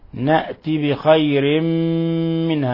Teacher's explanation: ولاحظوا إطباق الشفتين، نأتي بخير منها مع غنة من الخشوم